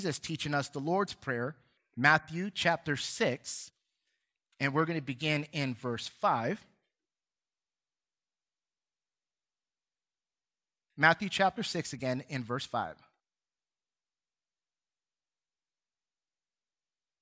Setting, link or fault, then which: setting, large echoing room